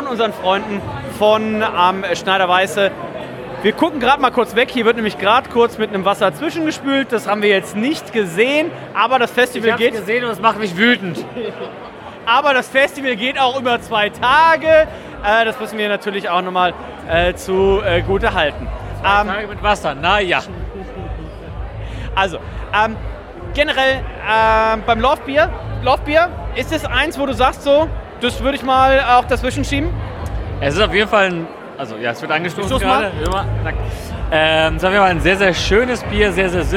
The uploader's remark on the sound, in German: Waren auf dem von Ratsherrn organisierten “ Hamburg Beer Festival ” unterwegs und haben viele Biere probiert und dazu die passenden Stimmen eingefangen. Ratsherrn Hamburg Beer Festival 2023.